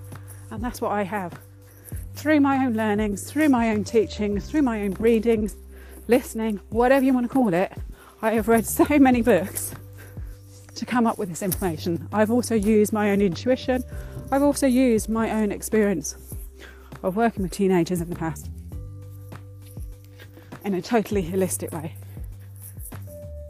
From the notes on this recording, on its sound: Please excuse the loss of sound during this episode - it was very windy at the top of the fells